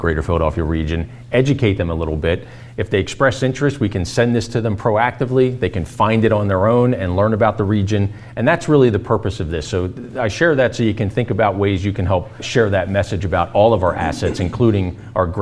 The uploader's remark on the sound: In front of a live studio audience at PECO’s headquarters in Philadelphia.